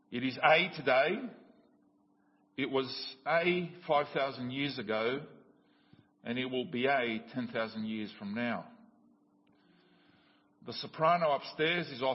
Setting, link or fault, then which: setting, large echoing room